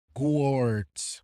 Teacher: And of course, that's another common problem that I've heard here in Spain, pronouncing the initial W of words as a G sound